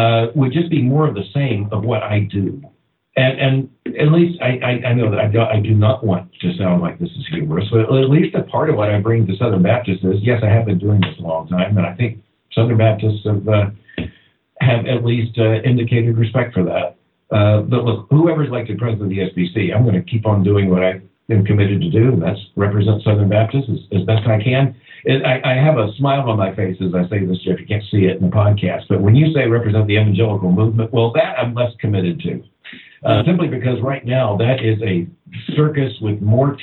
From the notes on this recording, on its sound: Travel schedule and the tech we use to record the audio is not quite up to our normal standards. The dip in audio quality.